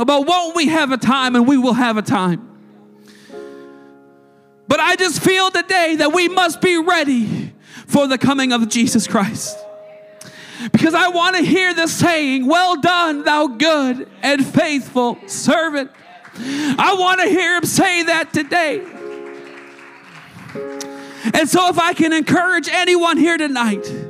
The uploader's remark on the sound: a service recording from Connect Point UPC